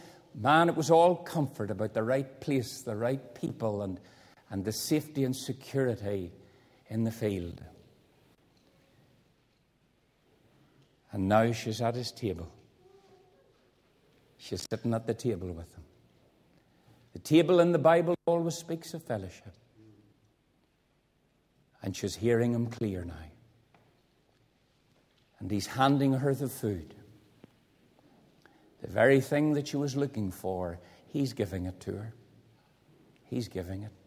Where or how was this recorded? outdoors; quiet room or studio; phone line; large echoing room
large echoing room